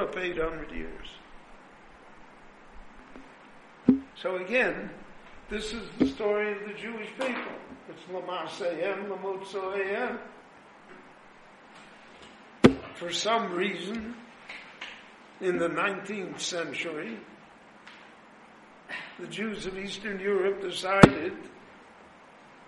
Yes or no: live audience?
yes